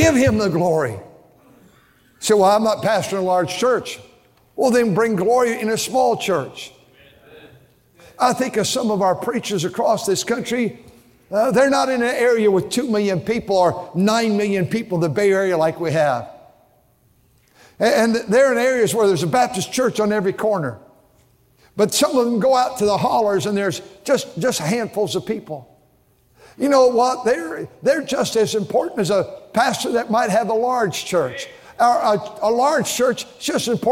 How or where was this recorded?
large echoing room